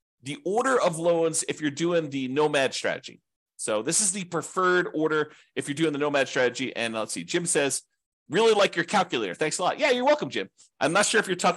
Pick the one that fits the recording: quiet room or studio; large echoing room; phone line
quiet room or studio